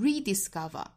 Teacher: 这个词可以读成 rediscover，在第一音节重读。其实我们之前早读也出现过类似的情况，比如说像 inside 读成 inside。因为也是在 in 和 out 的对比这个条件之下，可以把重音转移在 in 上。那这个词也是一样，如果我们重读在 rediscover，从理解上来说，我们可以说是强调在重新发现这个重新的这个概念上，所以重音转移在口语里是很多见的。即使字典里面是一个标法，在口语里由于特殊强调的点不同，又可以在某一个音节上着重去读。好，我们来看这个词呢，我们可以读成 rediscover，也可以读成 rediscover，看你强调的点是不是在重新这个概念上。后面的 what makes us human 的连读，我们注意是 what makes